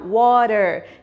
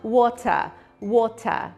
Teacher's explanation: Apesar de escrever com T-E-R, um americano fala r no final, water, enquanto que um britânico fala water